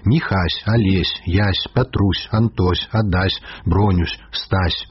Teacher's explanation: Любіць беларуская мова мяккі гук «с» у канцы іменных формаў.